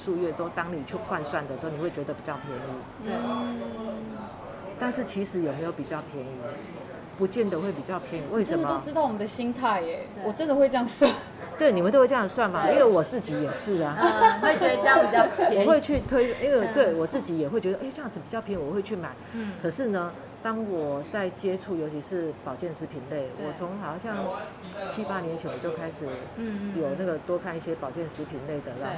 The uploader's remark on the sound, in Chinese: 跟著團隊來到711小琉球門市進行好鄰居健康教室的活動。當天有絡繹不絕的長輩加入我們的活動。連到訪小琉球的旅客都一起加入篩檢的行列。我們直接在711門市進行收音。